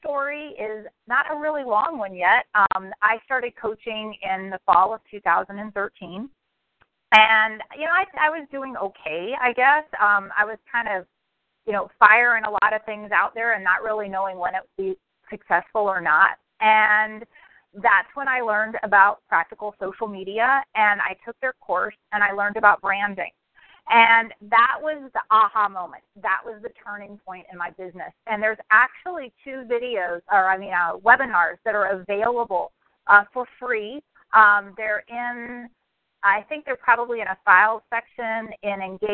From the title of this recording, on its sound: Team Elite Conference Call